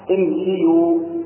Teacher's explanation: والسبب في ذلك هو ان اصل هذه الافعال كما يلي: امشوا اصلها امشيوا بكسر الشين وضم الياء